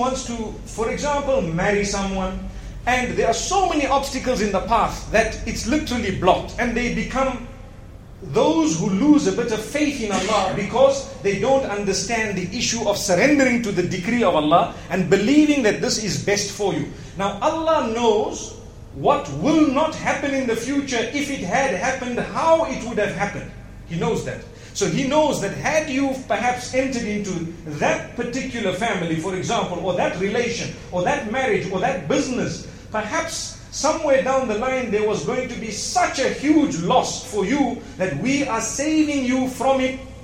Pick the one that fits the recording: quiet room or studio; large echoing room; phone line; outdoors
large echoing room